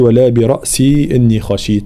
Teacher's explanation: كلمة برأسي من ياءات الإضافة وجاء بعدها طبعا همزة، فحال الوصل هنا نحركها بالفتح، فلا نقول ولا برأسي إني خشيت، لا ولا برأسي إني خشيت.